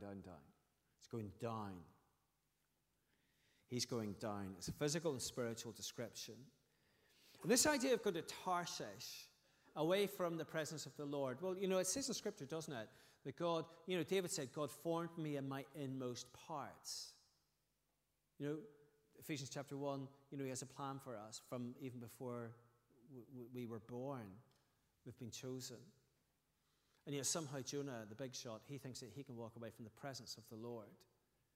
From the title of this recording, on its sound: Sunday 20th August 2023 evening service